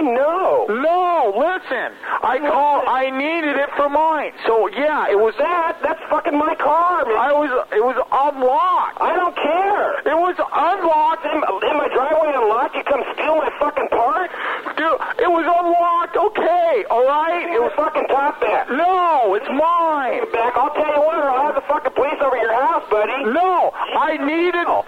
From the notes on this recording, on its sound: …'s Personal Prank Phone Calls Collection.